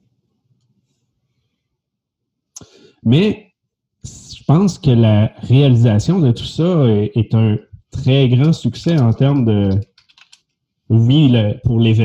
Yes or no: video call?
yes